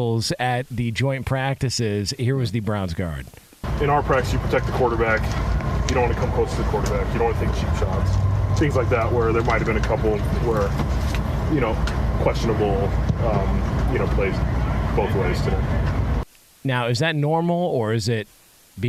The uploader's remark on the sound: live from a tarmac in Newark